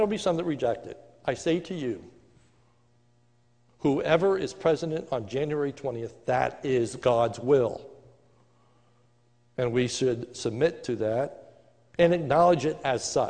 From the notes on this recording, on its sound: A sermon recorded live at the Lebanon Bible fellowship Church in Lebanon, PA. During the morning service.